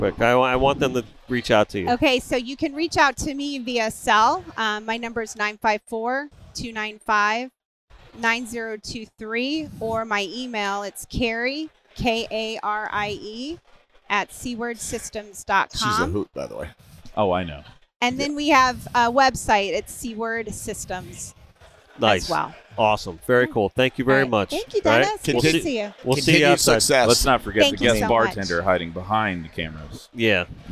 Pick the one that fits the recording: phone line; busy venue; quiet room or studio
busy venue